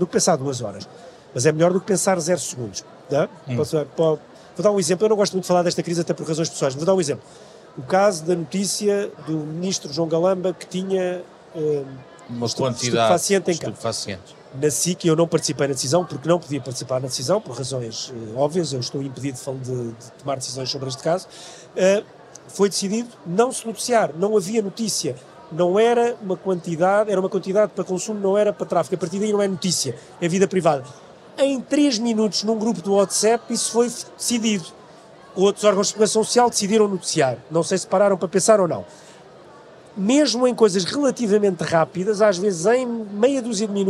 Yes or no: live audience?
yes